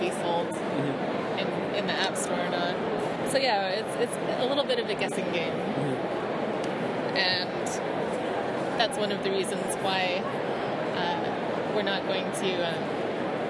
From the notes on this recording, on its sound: LIVE! From the 2014 MoCCA Fest! From the floor of the 2014 Museum of Comic and Cartoon Art Festival!